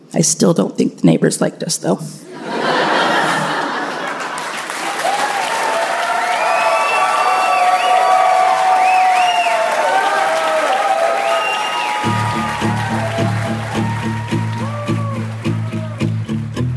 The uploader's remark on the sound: Live From Richmond!